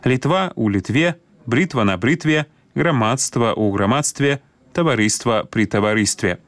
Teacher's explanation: Таксама, згодна з агульнапрынятым цяпер вымаўленнем, гук «т» не змяняецца на мяккі ў формах назоўнікаў, якія закончваюцца на «тва» і «тво»